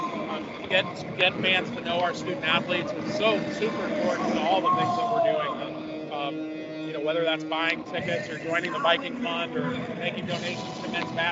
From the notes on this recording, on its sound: record live from Cleveland State’s VIKEtober basketball showcase